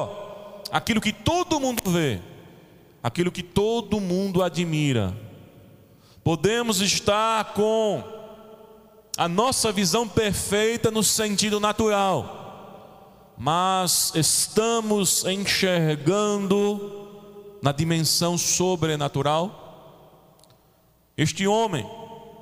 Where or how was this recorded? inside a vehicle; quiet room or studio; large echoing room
large echoing room